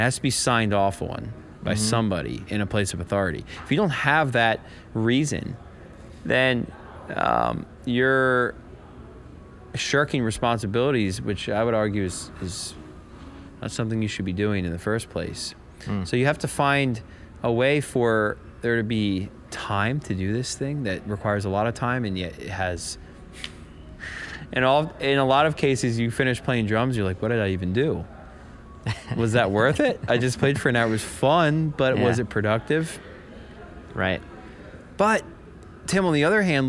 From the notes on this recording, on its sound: recording from a hotel lobby on his day off from tour